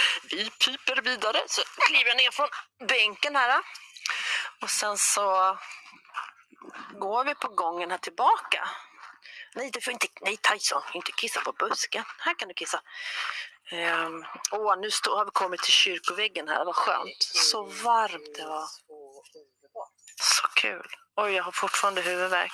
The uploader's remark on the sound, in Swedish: Ledsen att ljudet inte är det bästa!